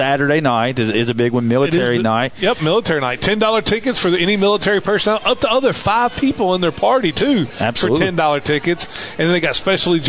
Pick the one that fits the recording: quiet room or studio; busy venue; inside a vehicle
busy venue